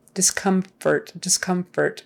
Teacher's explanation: When you say discomfort, uh, that M isn't very strong in the middle.